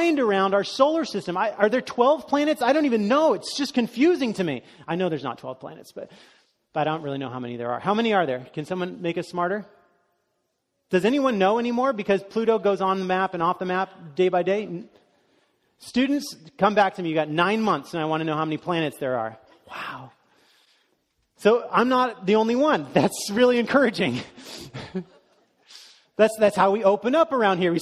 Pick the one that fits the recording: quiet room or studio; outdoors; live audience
live audience